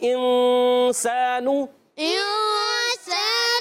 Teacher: اور انسان میں نون ساکن کے بعد سین حرف اخفا میں سے اخفا کریں گے، غنہ کریں گے، نون کو چھپائیں گے بھی ایک، اور ایک الف کا غنہ بھی کریں گے.